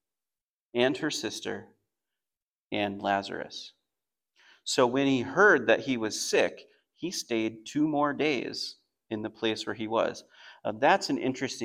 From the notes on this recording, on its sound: Message recording from Come to Life Bible Church.